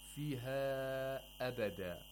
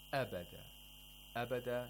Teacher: Disjunct lengthening. There's a separation between the long vowel and the cause of the mad, which is Hamza, by the way. They're in two separate words. · Term: matul munfasil